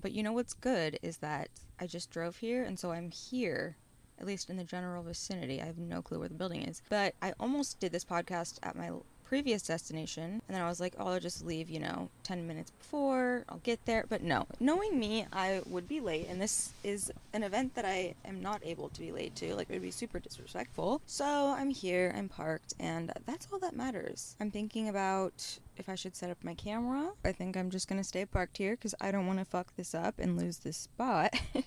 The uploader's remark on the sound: Live from a tesla near you. If you saw me driving my tesla around west hollywood holding a microphone...